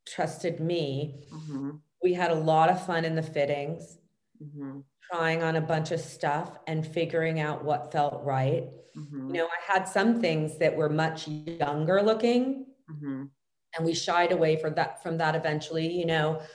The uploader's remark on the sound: An all new zoom home edition episode.